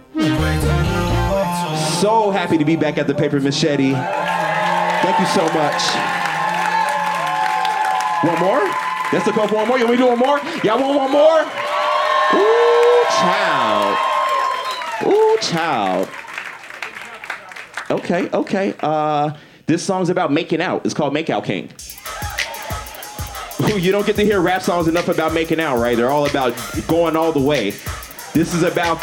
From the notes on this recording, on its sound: Performed Live at The Green Mill for the live magazine "The Paper Machete".